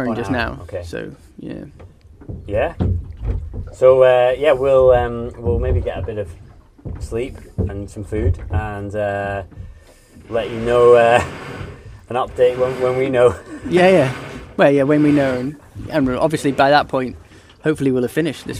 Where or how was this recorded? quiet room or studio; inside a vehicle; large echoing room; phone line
inside a vehicle